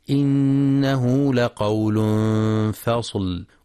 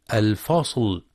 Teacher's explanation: مراعاة ترقيق اللام في فصل وإعطائها صفة التوسط والحذر من تفخيمها لمجاورتها الصاد · Shown in: first take